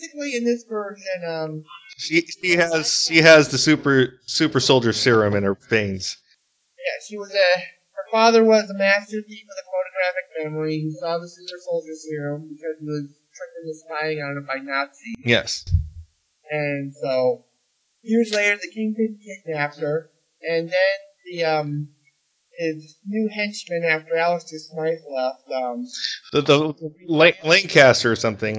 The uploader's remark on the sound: we apologize for the bad audio glitches.